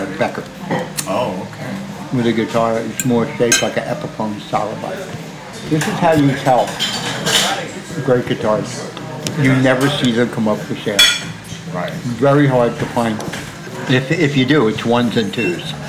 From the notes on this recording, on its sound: Recorded over lunch at the Ear Inn, one of New York’s oldest pubs